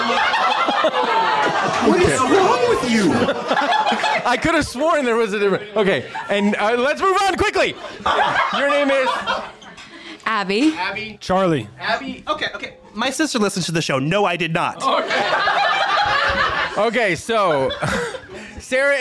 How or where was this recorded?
live audience